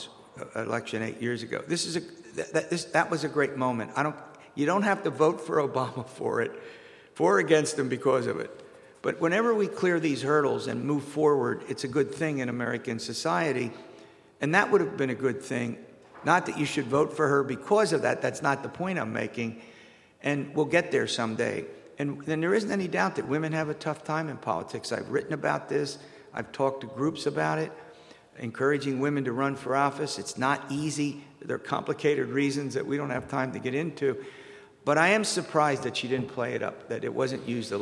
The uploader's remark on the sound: Pastries and Politics post-election event. The program is being produced in the atrium of the WITF Public Media Center in front of a live audience.